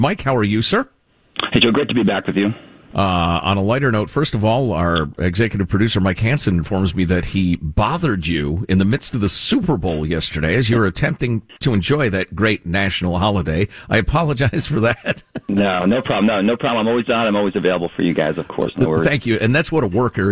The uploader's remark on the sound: joins the show via telephone